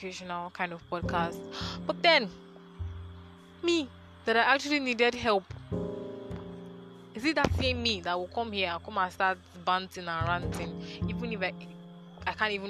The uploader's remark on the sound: I recorded this episode outdoors at night, so I'm sorry for all the crickets and other background noise.